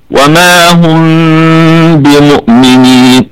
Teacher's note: هذا هو الوجه الذي فيها هم، هم طبعا هذه ميم جمع والكلمة كلها طبعا مرققة، ونقف عليها بوجه واحد بالسكون، والميم في الدرجة الرابعة من درجات الغنة وصلا ووقفا، لكن ميم ساكنة أتى بعدها حرف الباء بمؤمنين، فحكمها إخفاء شفوي